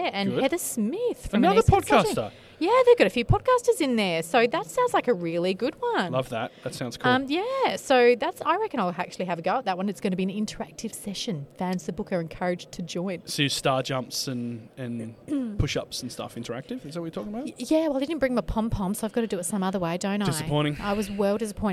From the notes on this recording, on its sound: LIVE from Accountex 2023!